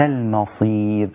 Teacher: المصير الميم لا تأخذ تفخيم الصاد، الميم رقيقة